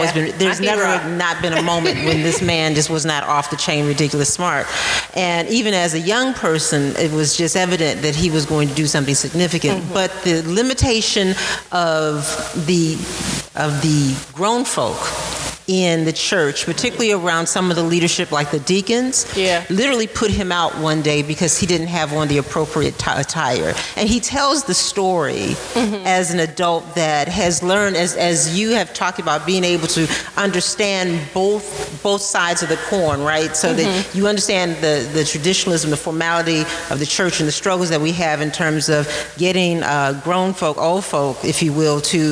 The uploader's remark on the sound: This was a live podcast at Detroit is Different Festival. Live at Pause weekly.